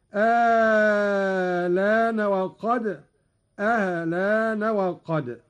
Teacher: قرأ قالون بإبدال الهمزة الثانية مع المد الطويل، وهذا الوجه هو المقدم في الأداء، وله تسهيلها مع القصر مع نقل اللام هكذا: آلان وقد، آلان وقد.